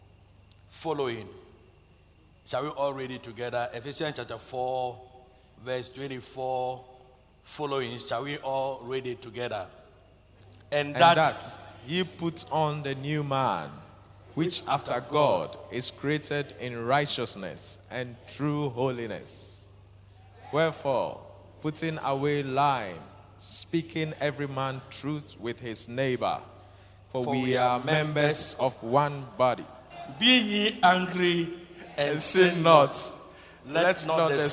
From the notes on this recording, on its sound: Preached at Loyalty House, Abbey, Dahwenya